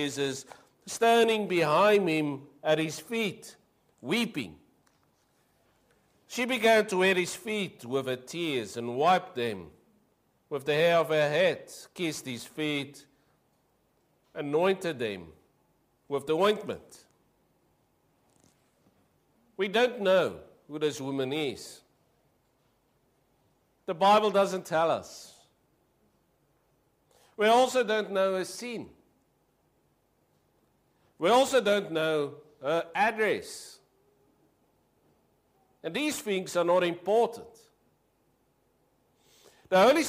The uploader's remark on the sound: Preached 02/07/23 AM service